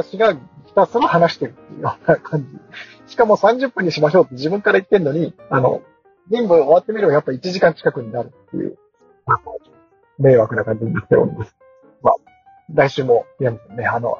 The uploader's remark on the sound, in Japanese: 音質悪いです